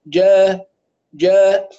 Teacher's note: فالجيم يكون فيها اتكاء، يعني فيها ضغط على الحنك الأعلى